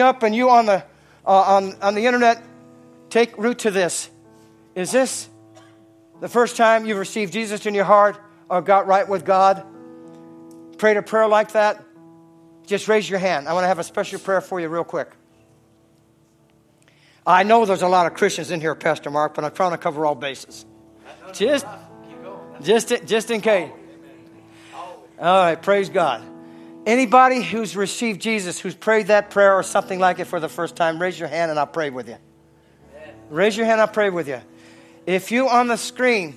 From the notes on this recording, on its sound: from the Sunday service on June 25, 2023 at Harvest Bible Church in Stockton, CA.